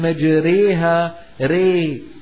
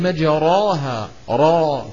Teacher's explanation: فقال الشيخ ولو لروم أو اختلاس أو إمالة، الإمالة أيضا من دواعي الترقيق، وقال اركبوا فيها بسم الله مجريها ري، ما عم نقول ري مع كونها أصلها الفتح، اركبوا فيها بسم الله مجراها را، فالراء مفتوحة لكن أميلت نحو الياء، فهذه الإمالة تجعل الراء ترقق · Shown in: first take